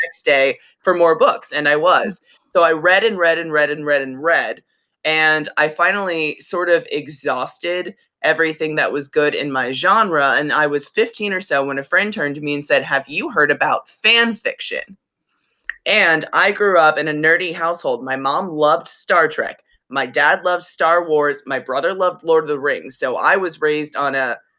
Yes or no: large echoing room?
no